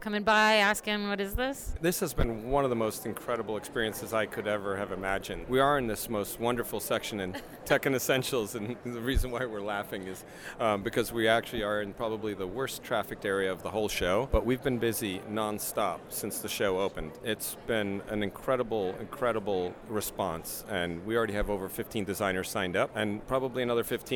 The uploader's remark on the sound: interviews they conducted live on the JCK show floor